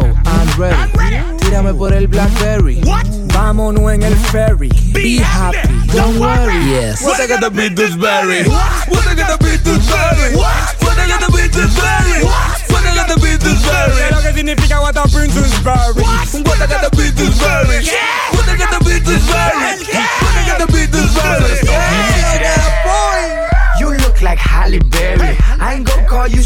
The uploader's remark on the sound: live in the mix at Center Bar located at the MGM Grand Foxwoods Casino